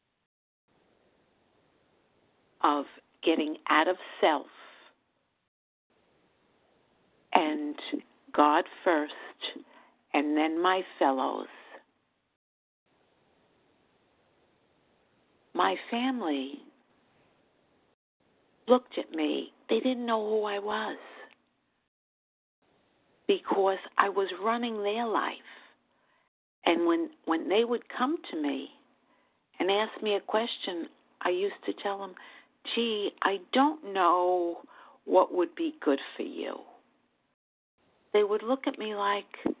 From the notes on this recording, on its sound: 100 Pounders Phone Meeting